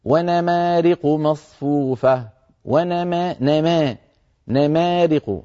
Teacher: يعني أحيانا مثلا الإنسان يخلط الفتحة بالكسرة، يخلط الفتحة بالكسرة، بيقول لك مثلا ونمارق مصفوفة، ونما نما نمارق، هي نما هذه فتحات ممزوجة بكسرات بسبب الإلف، بسبب اللهجة، المفروض أن يقول ونما ونمارق مصفوفة، ونما نما، ما يقول ونما متأثرا بلهجته المحلية.